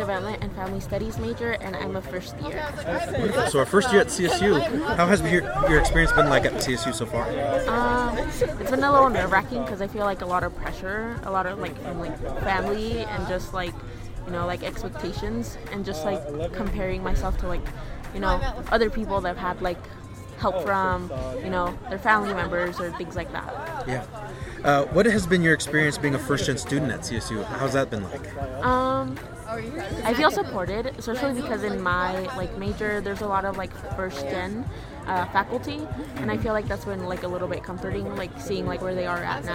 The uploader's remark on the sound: The sounds of First Generation Day at Colorado State University.